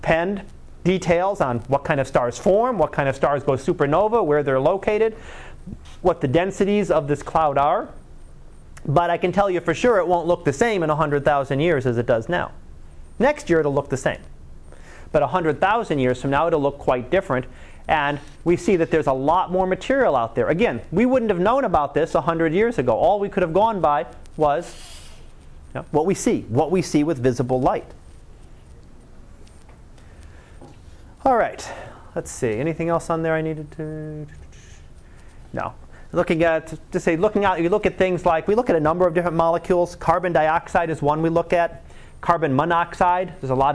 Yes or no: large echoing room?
yes